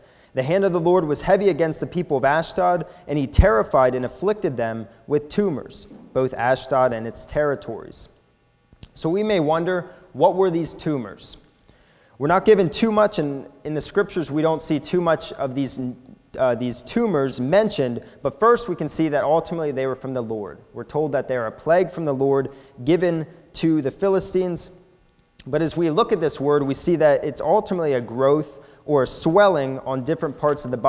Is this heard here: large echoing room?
yes